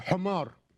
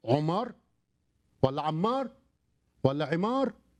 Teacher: قبيلة من القبائل لا تستطيع أن تنطق حرف الحاء، فتنطق الحاء عين. · Shown in: second take